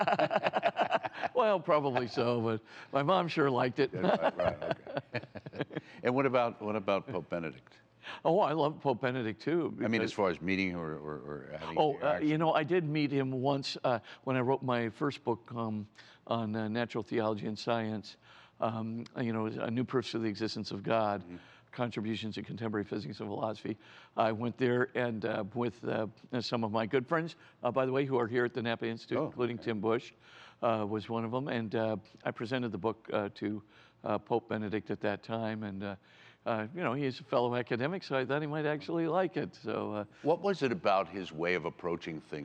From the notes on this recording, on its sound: A special edition from the 13th Annual Napa Summer Conference.